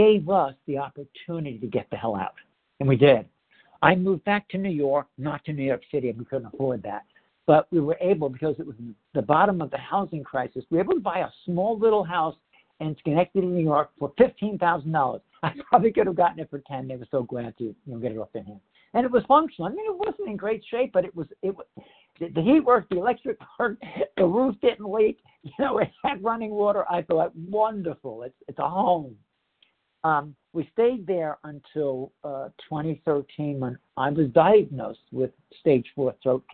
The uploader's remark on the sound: the 100 Pounders Phone Meeting on 10/9/20